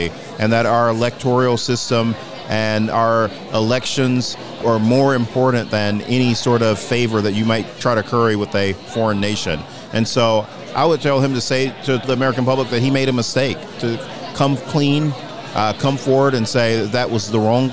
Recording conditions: busy venue